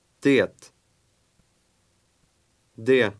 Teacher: Swedish speakers will often drop the final T when this word is used in a sentence.